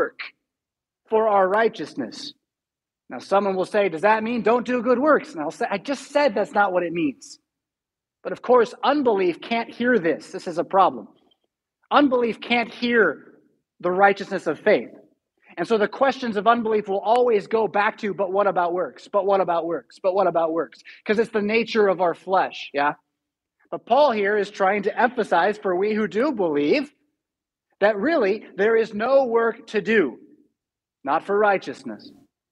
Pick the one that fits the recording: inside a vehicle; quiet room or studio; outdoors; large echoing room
large echoing room